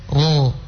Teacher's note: Dan cuma itu penekanannya, artinya mengertinya kita disuruh untuk menebalkan kalau dia berharokah fathah, maka kalau ditebalkan kita naikkan pangkal lidah. Kalau kita sebutkan sambil menaikkan pangkal lidah, maka kita tidak akan mendengarkan ra, tapi ro.